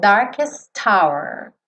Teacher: E aí, se é mudo, eu junto ali minha consoante anterior, que é o T, no O. · Term: H é mudo